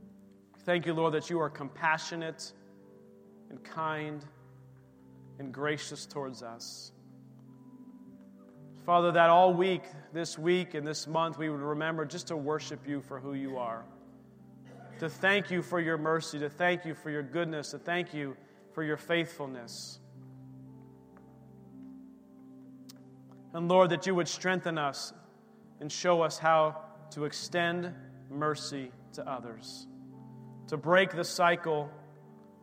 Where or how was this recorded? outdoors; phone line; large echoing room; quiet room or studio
large echoing room